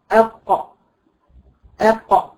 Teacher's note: تخرج القاف من أقصى اللسان مع ما يحاذيه من أقصى غار الحنك الأعلى. من الجزء اللحمي منه، غار الحنك الجزء اللحمي منه لأن فيه جزء صلب. · تخرجي اذا اردت ان تخرجي ترتفي حرف القاف زي ما اتفقنا نسكن الحرف ثم نضع قبل ما ننزل الوصل ثم نحرك ننزل الوصل ونقول اقا اقا. تخرج القاف بكيفيه معينه تسمى كيفيه الصوت الشديد المجهور · Term: مخرج القاف